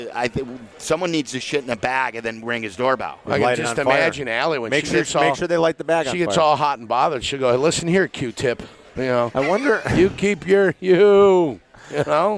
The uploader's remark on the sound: live from Legends!